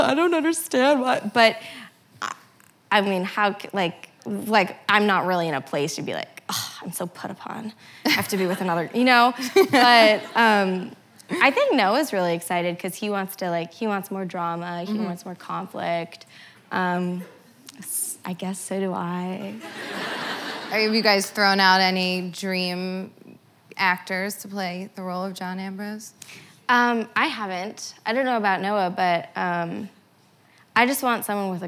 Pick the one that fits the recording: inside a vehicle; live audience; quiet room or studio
live audience